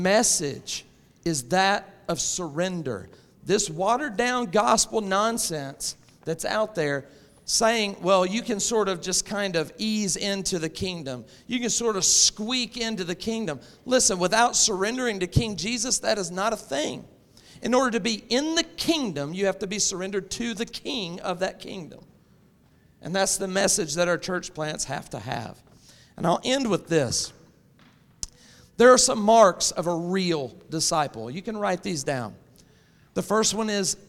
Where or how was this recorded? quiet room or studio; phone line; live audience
live audience